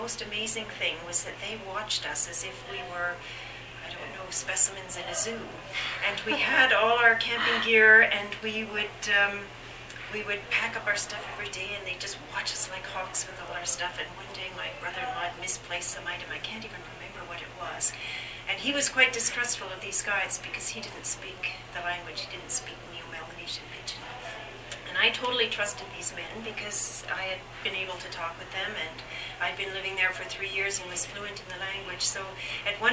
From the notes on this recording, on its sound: At the 50th anniversary event at UBC on December 4th, 2010. This podcast was recorded during CUSO-VSO's 50th Anniversary Kick-off celebrations in Vancouver, BC.